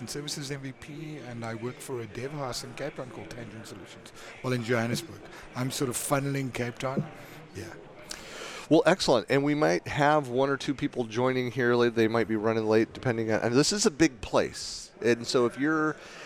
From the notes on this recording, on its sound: Recorded in November 2019 from Microsoft Ignite (#MSIgnite) Podcast Center.